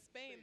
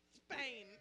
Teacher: accents of people from Spain. Where they pronounce their S's with a TH sound. · Shown in: second take · So instead of Spain, they say Spain.